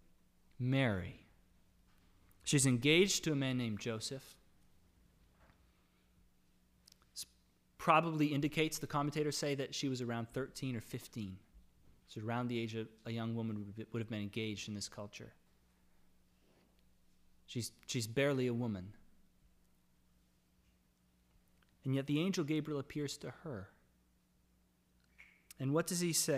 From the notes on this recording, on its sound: Sermon audio from LBC worship service on Sunday, December 5, 2021.